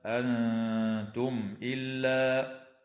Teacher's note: وتظهر الميم الساكنة عند الهمزة